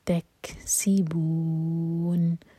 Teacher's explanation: سکون ہے تو یہاں کریں گے ہمز یعنی کہ سانس جاری رکھیں گے